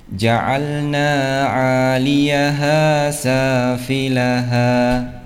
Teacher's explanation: Alif sebelumnya adalah berharokat fathah, ya. A ain, ain panjang dua harokat, ya, mad asli.